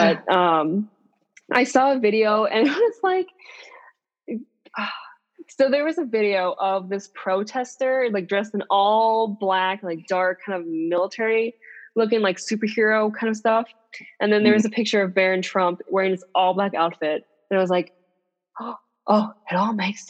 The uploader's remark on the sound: The two of us are in different cities, meaning we are doing our first Zoom episode as just the cohosts. We had a bit of technical difficulties but it all worked out!